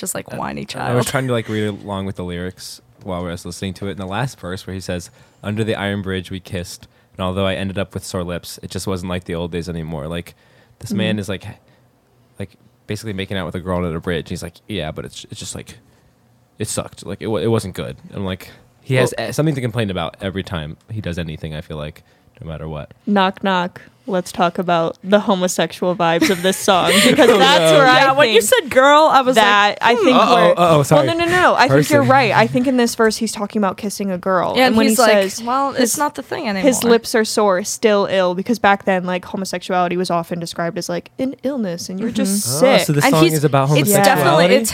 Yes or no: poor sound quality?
no